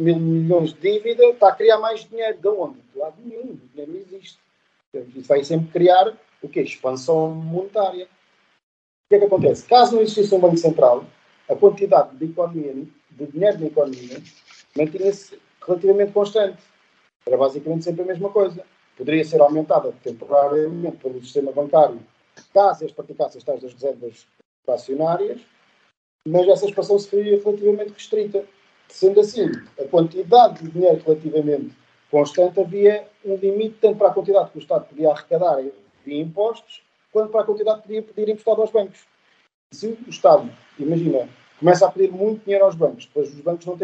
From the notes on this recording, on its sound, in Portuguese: O episódio foi gravado em circunstâncias difíceis e com resultados técnicos sonoros impróprios a tímpanos sensíveis.